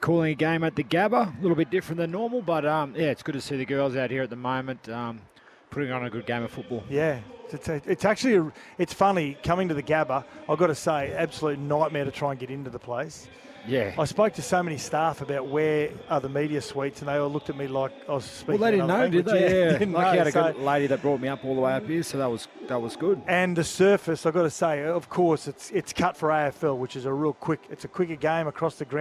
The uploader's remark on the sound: live from the Oval ahead of the fifth Ashes Test